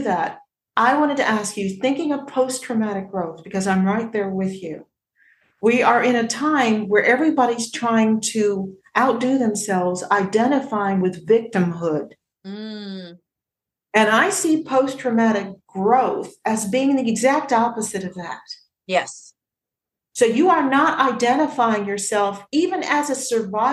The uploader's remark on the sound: The interview was via Zoom, not in a studio